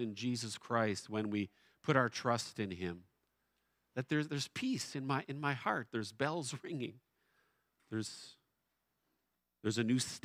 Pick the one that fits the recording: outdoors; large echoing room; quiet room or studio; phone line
large echoing room